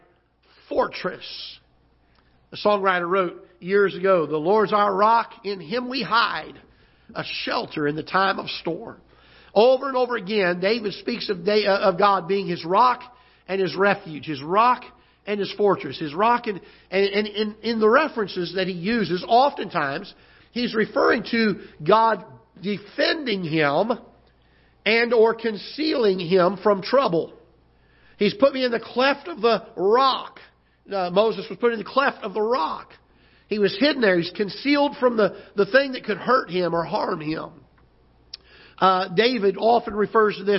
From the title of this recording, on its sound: Ketha Heights Baptist Church ~ Live Broadcast